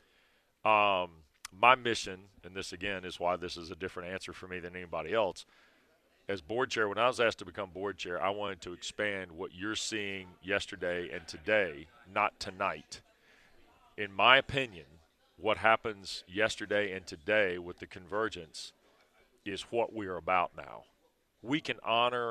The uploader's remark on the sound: live from the NSMA Awards